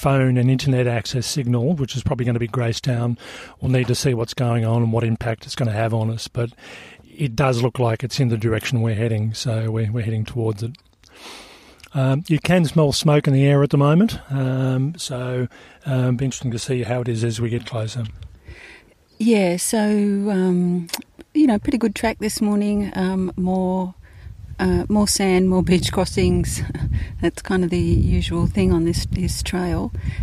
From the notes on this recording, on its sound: Includes recordings from the first 1/3 of this 123km trail and provides a real time overview of our on trail experience.